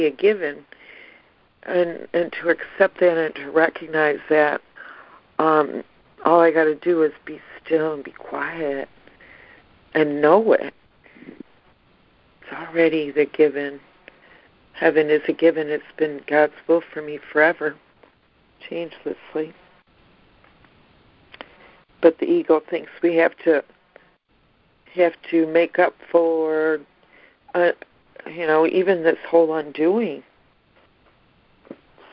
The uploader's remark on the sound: ACIM Daily Conference Call.